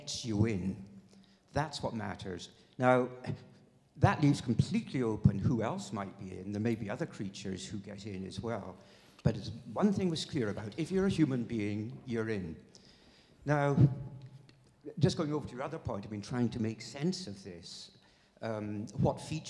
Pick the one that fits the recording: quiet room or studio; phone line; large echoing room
large echoing room